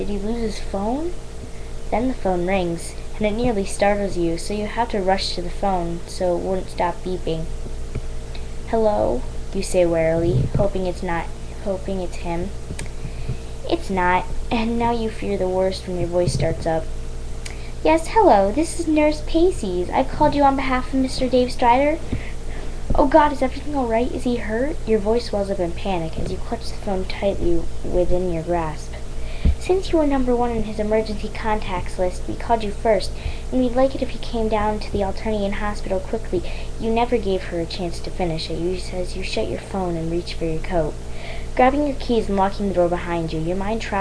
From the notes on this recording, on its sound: My Crappy Mic. I talk about my microphone.